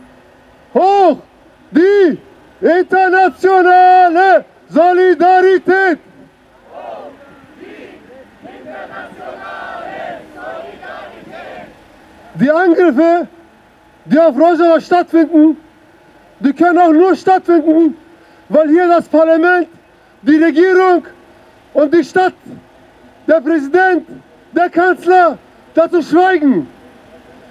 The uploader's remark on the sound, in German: Demo für Stopp der türkischen Angriffe auf Rojava. Aufnahme der Reden bei der Auftaktkundgebung vor dem Parlament.